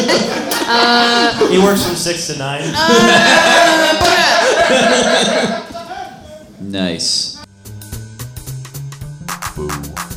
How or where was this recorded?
busy venue